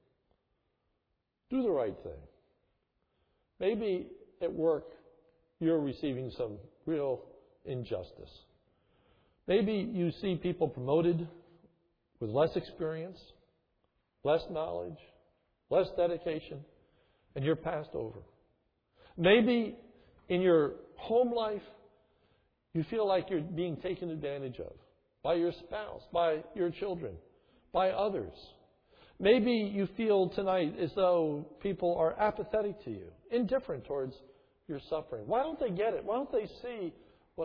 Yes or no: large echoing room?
yes